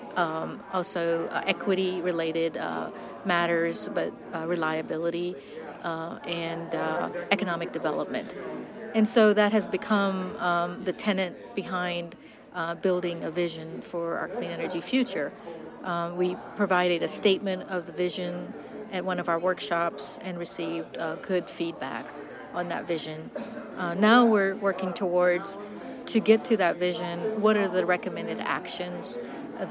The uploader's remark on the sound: Live at the Appalachian Energy Summit. We are live in the mountains of Boone, NC for the Appalachian Energy Summit, hosted by Appalachian State University.